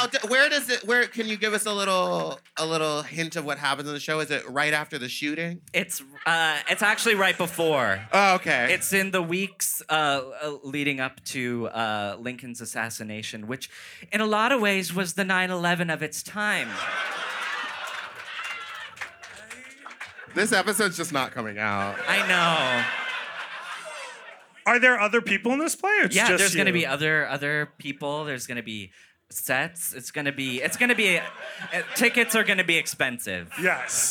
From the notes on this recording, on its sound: Sloppy Seconds Live show recorded at The Sultan Room in Brooklyn